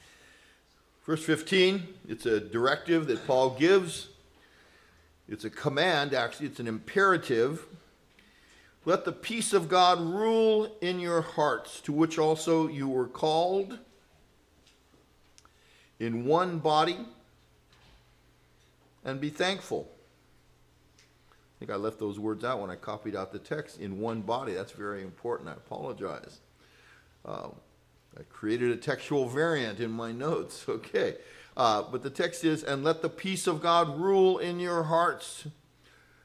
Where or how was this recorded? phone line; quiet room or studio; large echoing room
large echoing room